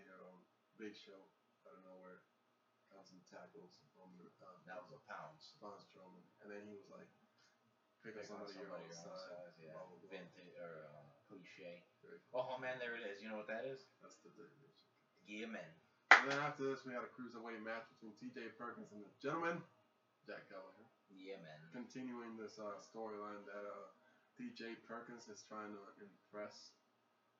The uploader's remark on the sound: Excuse the lack of sound. Technical difficulties.